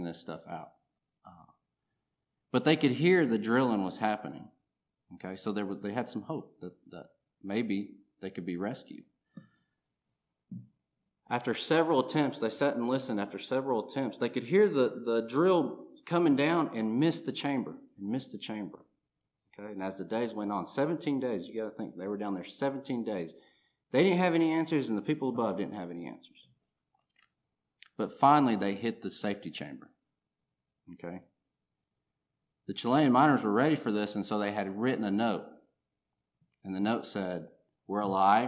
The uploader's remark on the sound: recorded on July 15, 2023, at Ringgold Seventh-day Adventist Church